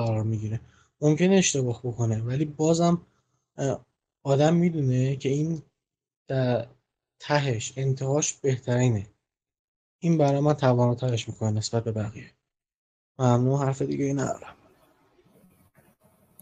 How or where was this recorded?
video call